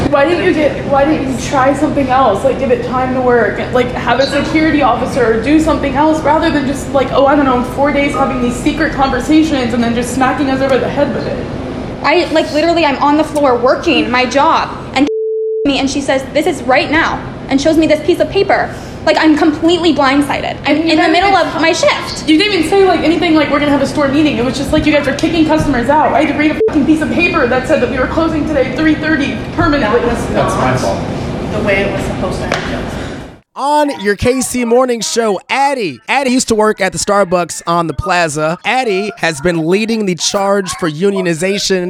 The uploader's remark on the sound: The KC Morning Show has obtained, verified, and will be playing back audio from inside Starbucks on The Plaza, as workers were informed of the abrupt closure, and their forced relocation.